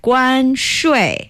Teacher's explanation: 关, that's the first tone. 税 is the fourth tone. So you're going 5-5-5-3